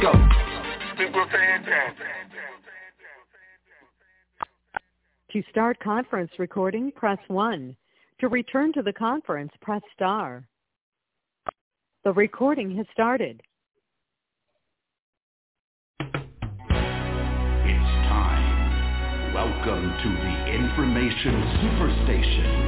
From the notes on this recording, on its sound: TNTSuperfantastic Conference Call